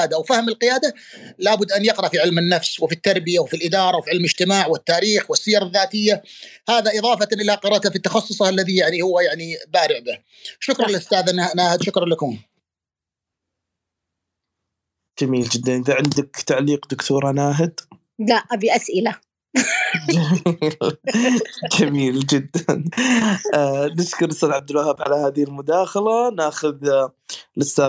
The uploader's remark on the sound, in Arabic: تسجيل لمساحة ابن رشد الأسبوعية على منصة تويتر